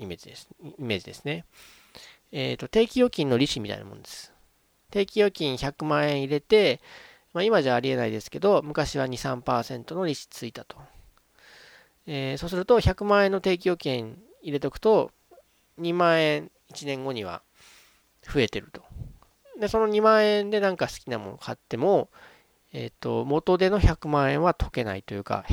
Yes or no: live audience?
no